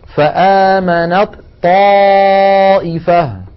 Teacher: الطائفة من بني إسرائيل، فآمنت هذه تاء وهي من مخرج الطاء، فإذا وصلنا كلمة آمنت مع كلمة طائفة نحول التاء إلى طاء ثم ندغم الطاء الأولى في الثانية ويصير النطق هكذا، فآمنت طائفة ولا يبقى للتاء أثر. كذلك المثال